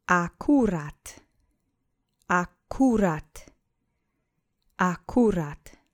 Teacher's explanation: Accent is on the middle syllable.